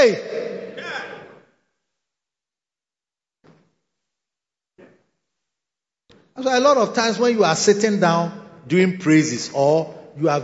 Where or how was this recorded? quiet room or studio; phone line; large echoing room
large echoing room